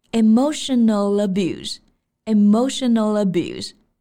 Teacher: abuse in arelationship。冷暴力呢是非常有害的，emotional abuse is highlytoxic。发音上我们注意 emotional 单词呢是字母 e 开头，但是发音并不是长元音的 e，而是短元音 a aemotional，而且在句子里呢可以和后面的 abuse 连读，因为 emotional 它是辅音结尾， abuse 元音开头，那么辅元连读